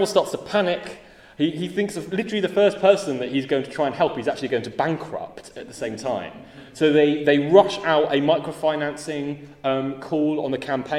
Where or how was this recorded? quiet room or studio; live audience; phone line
live audience